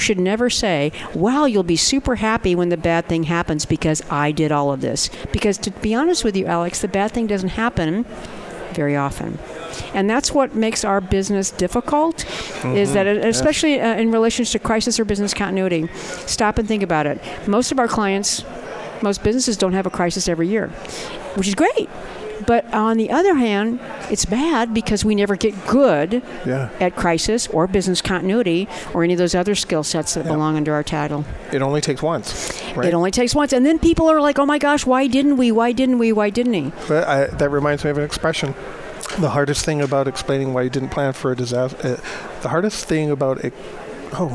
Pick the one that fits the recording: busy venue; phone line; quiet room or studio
busy venue